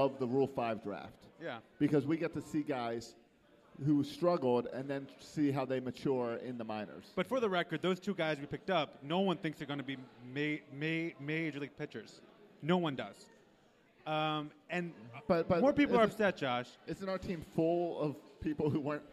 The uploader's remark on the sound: Today on the show we record live from Buffalo Wild Wings in Annapolis.